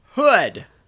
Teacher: And you do pronounce the H. It's not ood.